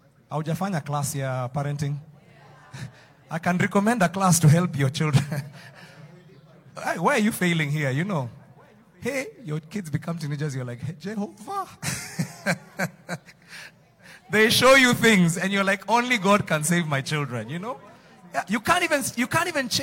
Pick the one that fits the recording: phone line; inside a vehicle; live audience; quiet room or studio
live audience